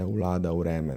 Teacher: En del standardizacije odločno zavrača Vlado in vreme, torej zobno ustnično varianto.